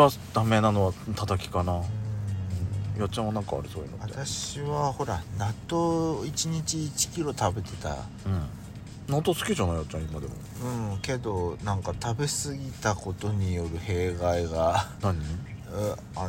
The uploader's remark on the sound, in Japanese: パーキング収録